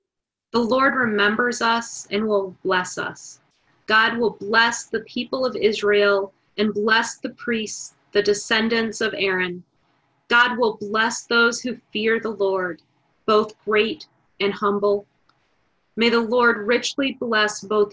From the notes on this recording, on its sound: Our Zoom streamed Good Friday Service.